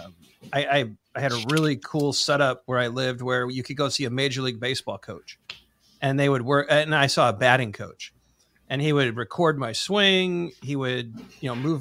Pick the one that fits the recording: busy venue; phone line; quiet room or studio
quiet room or studio